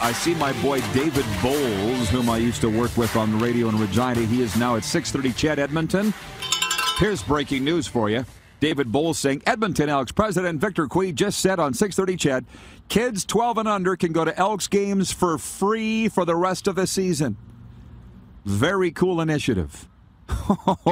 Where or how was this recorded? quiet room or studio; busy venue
busy venue